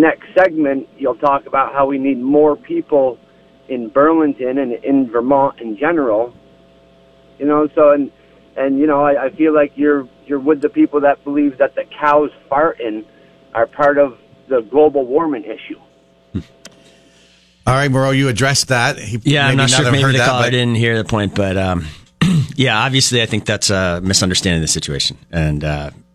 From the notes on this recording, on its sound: takes calls from listeners